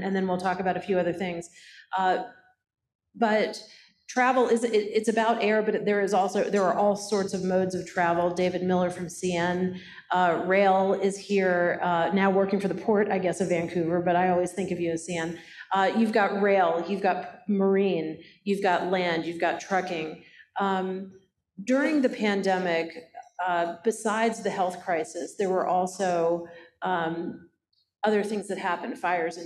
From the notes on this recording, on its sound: interview the current Ambassadors on stage at the Pacific Northwest Economic Region’s annual summit in Calgary, Alberta